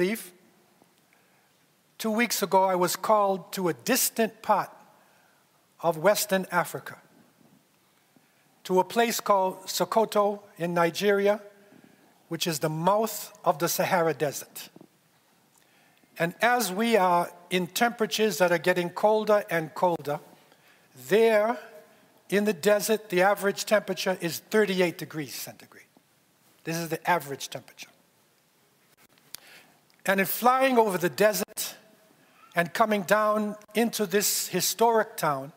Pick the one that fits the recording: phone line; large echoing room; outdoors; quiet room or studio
large echoing room